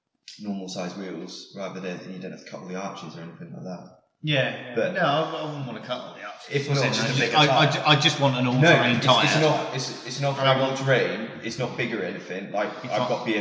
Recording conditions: poor sound quality